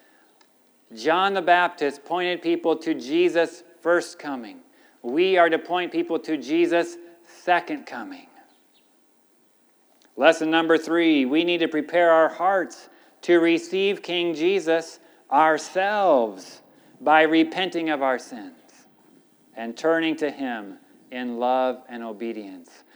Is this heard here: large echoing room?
yes